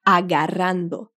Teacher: cuidado com a pronúncia do R, que ela é mais vibrante mesmo, diferente do português